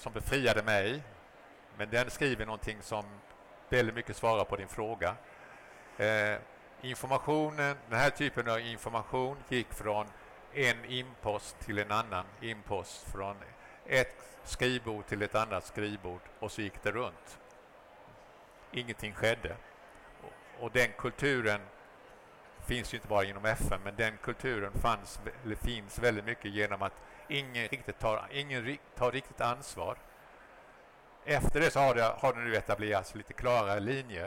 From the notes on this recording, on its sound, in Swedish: Avsnittet spelades in live på Kvalitetsmässan i Göteborg den 22 november 2023.